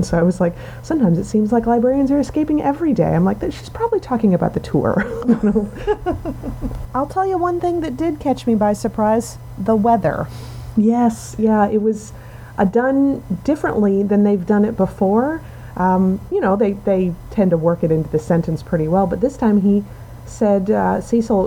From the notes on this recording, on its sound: Sorry about the sound this week, we picked up a hell of a background hum in the recording, and it was either live with it or take it down and make everything else sound like we were speaking from the pit. We chose the pit.